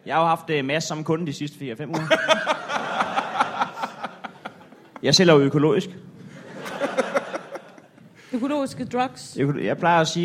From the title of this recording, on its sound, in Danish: LIVE fra Comedy Zoo København